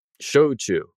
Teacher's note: Say it smoothly. Don't put any stress on one syllable versus the other. Japanese is generally a syllable-timed language, not a stress-timed language like English languages.